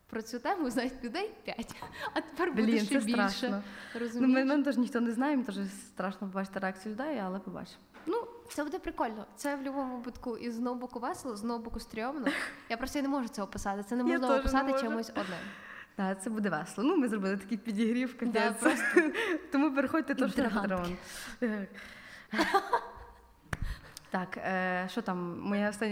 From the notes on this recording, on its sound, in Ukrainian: Саме цей випуск ми записали з нашими відданими слухачами.